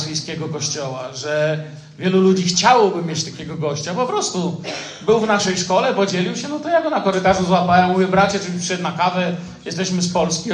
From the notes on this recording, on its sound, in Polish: Wykład nagrano w Zborze Kościoła Zielonoświątkowego w Tychach podczas uroczystego nabożeństwa z okazji 10 rocznicy powstania Zboru.